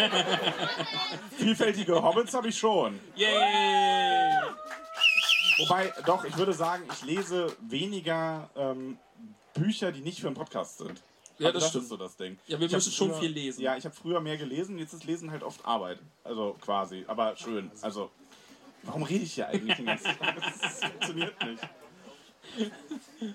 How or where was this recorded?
live audience